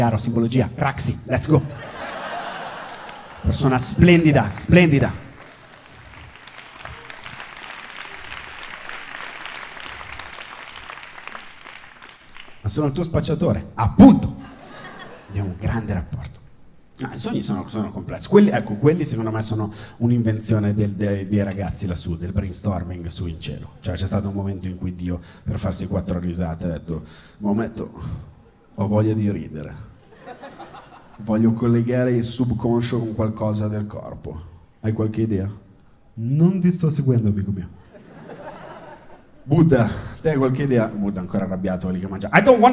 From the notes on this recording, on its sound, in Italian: Registrato al Circolo Magnolia - Milano.